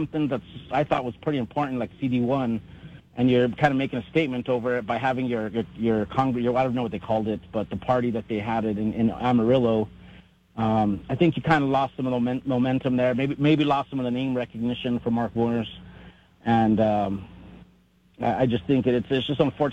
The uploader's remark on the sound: takes your phone calls on News Radio KKOB